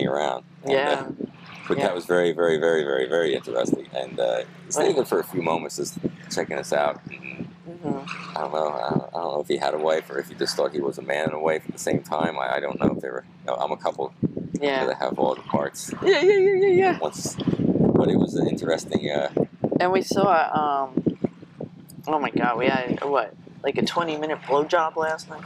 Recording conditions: wind noise